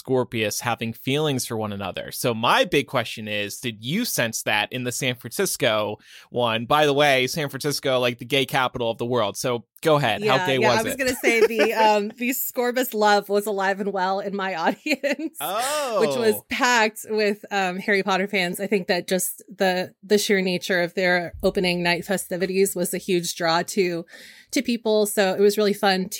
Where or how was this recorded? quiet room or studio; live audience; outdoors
quiet room or studio